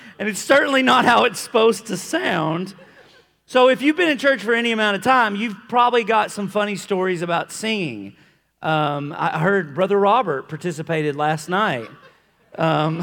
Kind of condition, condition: setting, live audience